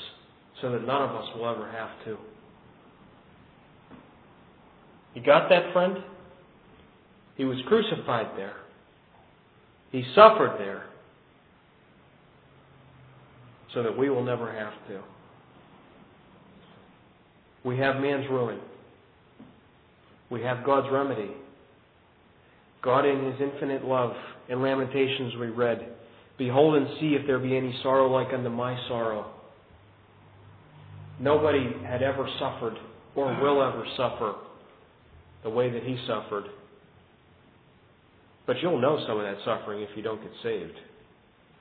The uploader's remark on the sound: a good news message given at the Brookfield Gospel Hall in Brookfield, CT in 2005